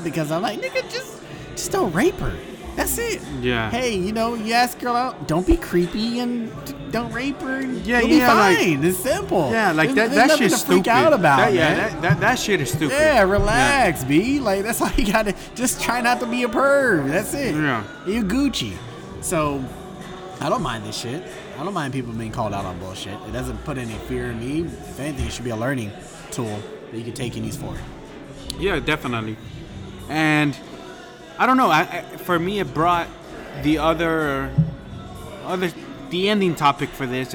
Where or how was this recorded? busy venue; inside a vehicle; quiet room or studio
busy venue